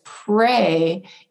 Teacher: If the word, however, is pray, it might make the R harder, and that's because the lips are rounded. · Term: progressive assimilation